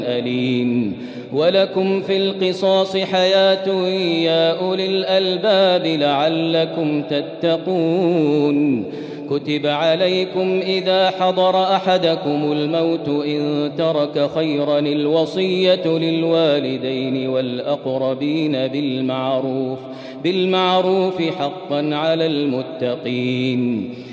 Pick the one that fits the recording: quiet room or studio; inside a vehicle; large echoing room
large echoing room